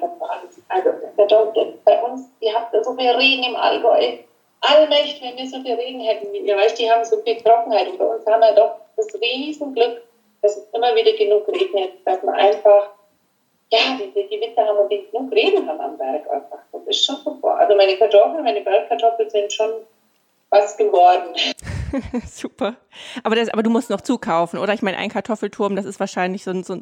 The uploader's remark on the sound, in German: Wegen eines technischen Problems bei der Aufnahme liegt die Audio-Qualität dieser Folge leider etwas unterhalb unseres Standards.